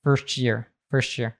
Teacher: That T plus Y oftentimes becomes a ch, especially if one of the words is a function word, one of these words that reduces.